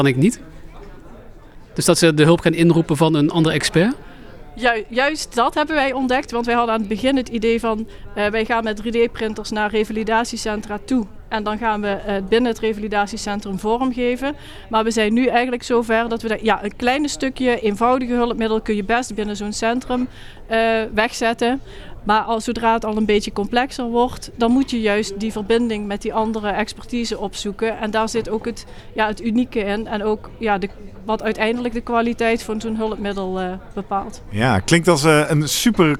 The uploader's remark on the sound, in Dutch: We waren live vanuit Leiden. Live updates vanuit het SIA-congres.